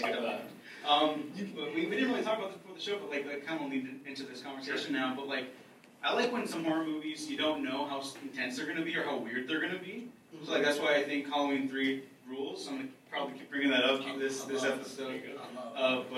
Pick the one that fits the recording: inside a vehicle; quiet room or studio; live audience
live audience